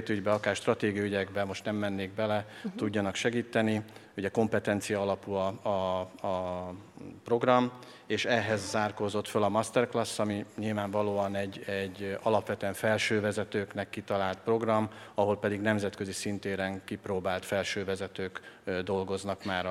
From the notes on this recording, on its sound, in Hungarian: A panelbeszélgetés a Connect Konferencián hangzott el